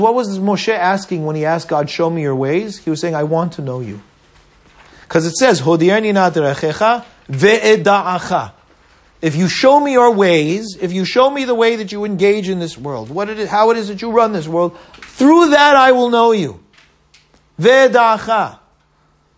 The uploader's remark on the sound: At Stanmore and Canons Park United Synagogue.